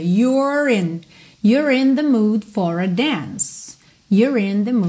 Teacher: Se you contraído com R é your, your, you é não é pronunciado, Aqui eu vou ligar então o R direto no in, you're in. Eu enrolo o R